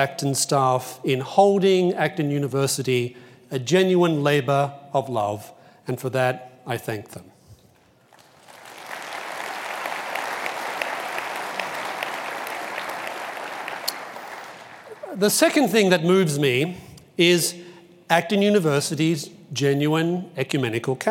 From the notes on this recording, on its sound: Delivered the opening plenary lecture of Acton University 2017.